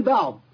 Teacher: ما تقولش باعض شفت الزمن زاد ازاي؟ زاد بحرف مد مولد من ايه؟ من حركه الفتح بتاعت الباء